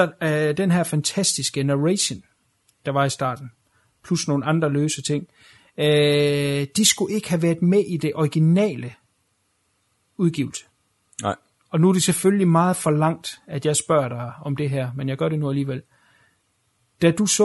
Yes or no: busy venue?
no